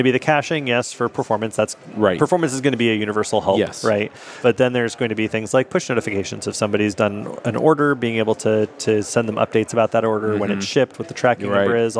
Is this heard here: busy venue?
yes